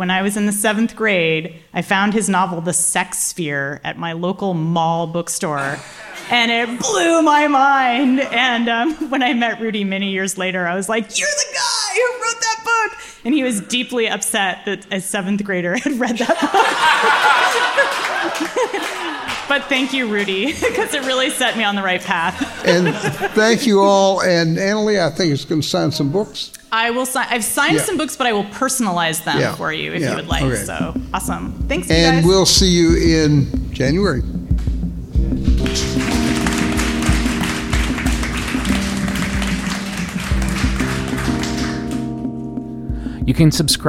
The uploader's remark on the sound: in conversation and Q&A with the audience